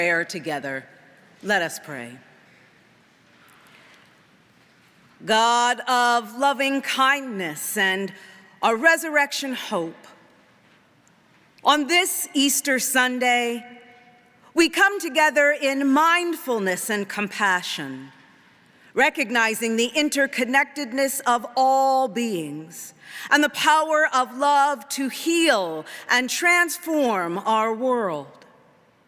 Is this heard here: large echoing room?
yes